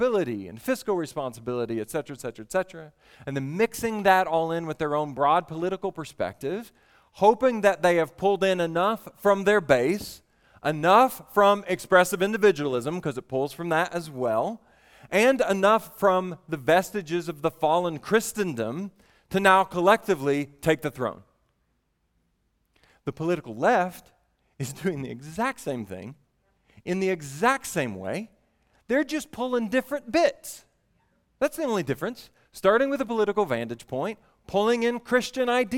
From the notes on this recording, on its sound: at the Vineyard Southeast Regional Conference in Pigeon Forge, TN